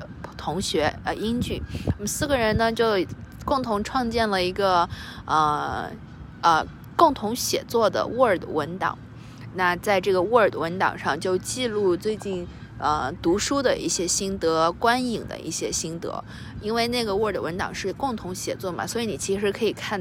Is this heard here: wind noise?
yes